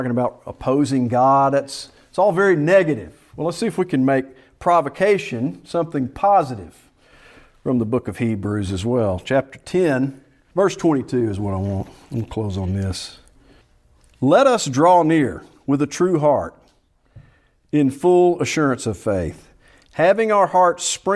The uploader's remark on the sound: Preached at Salem PBC in Gravesville, AR.